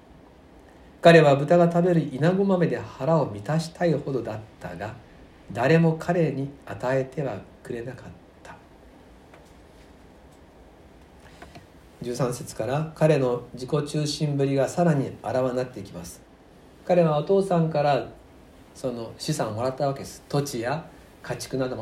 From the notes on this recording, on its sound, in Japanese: 吉備教会礼拝メッセージ録音